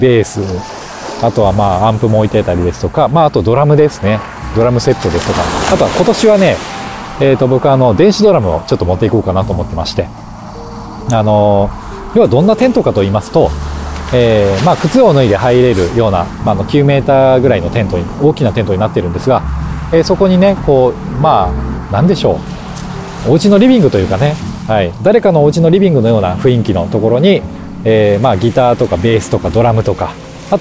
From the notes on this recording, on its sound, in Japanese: ロケ地：真夜中の逗子海岸。真夜中の 浜に響くは 波の音…。